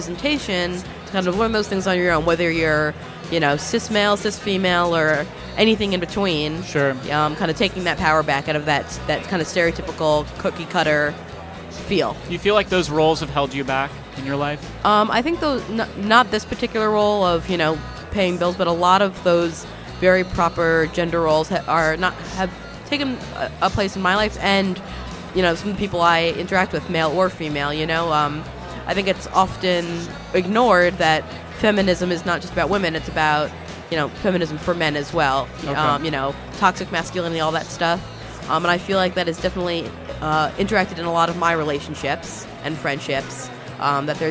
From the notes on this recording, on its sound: Live from INTERNET YAMI-ICHI